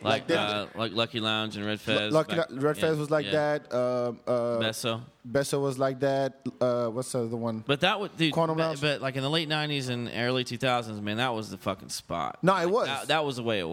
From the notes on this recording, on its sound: We recorded this episode at Bar 2211. By the way, we recorded this episode at Bar 2211.